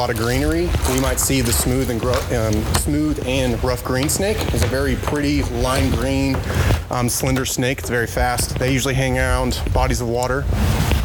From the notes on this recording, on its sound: We walk down the Hunter Lake on Camp Robinson to look for Copperheads and Cotton Mouths. Recorded by Arkansas Army National Guard.